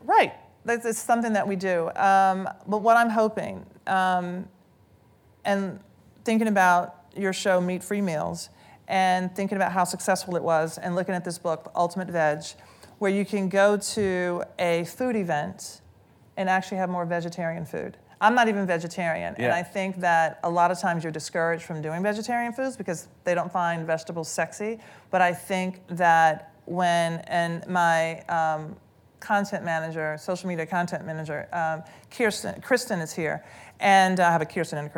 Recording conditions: live audience